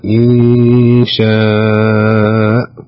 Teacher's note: نون ساكنة أتى بعدها الشين، الشين من حروف الإخفاء الحقيقي